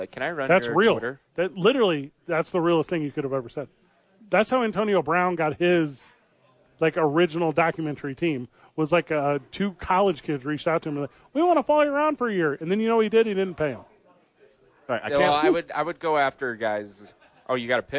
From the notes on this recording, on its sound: The Bois are live from Howie's Sports Page.